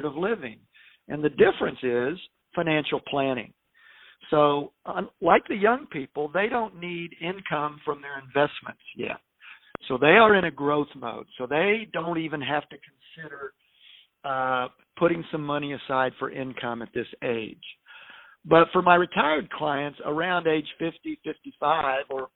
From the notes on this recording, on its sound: Phone Audio. It is our intention to hold podcast recordings in-person with professional equipment when it is safe to do so, but in an effort to begin sharing our messages in these trying times, we are temporarily utilizing phone-call recordings.